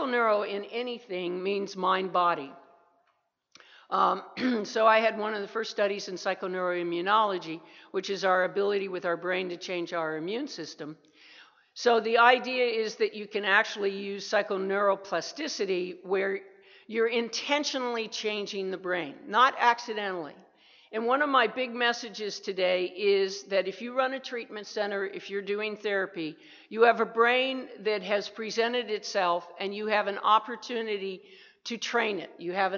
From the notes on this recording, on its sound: 2017 TAAP Addiction Conference in San Antonio. Keynote presentation.